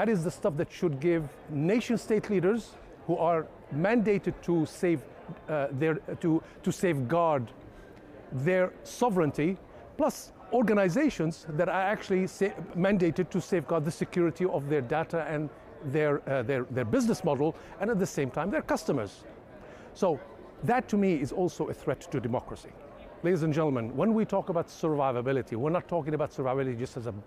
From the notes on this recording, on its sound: directly from the RSA Conference 2023 in San Fransciso